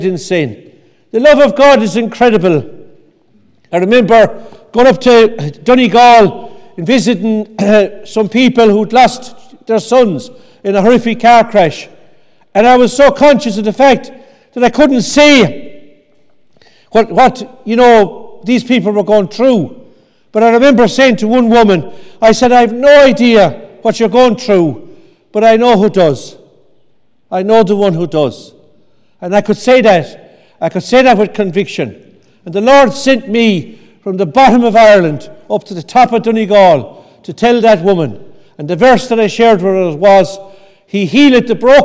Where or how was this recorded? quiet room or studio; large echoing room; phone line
large echoing room